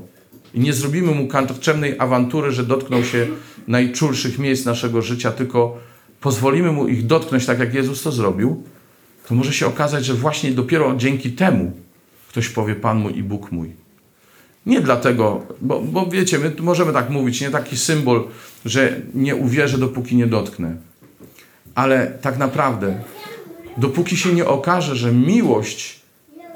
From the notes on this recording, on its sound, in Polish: Tym razem nagranie pochodzi z eucharystii, sprawowanej dziś w Bojanie.